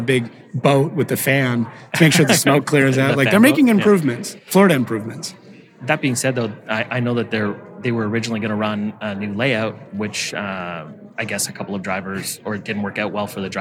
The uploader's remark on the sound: chat live at PRI